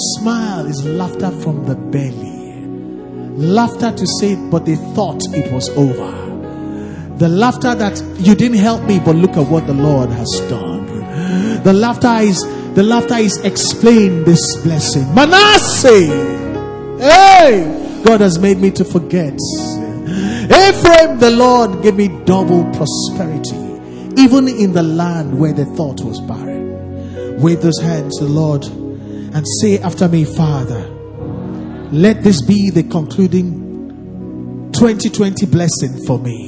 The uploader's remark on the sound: Recorded live at our Special Midweek Service to wrap up our 30days Fasting & Prayers 2021...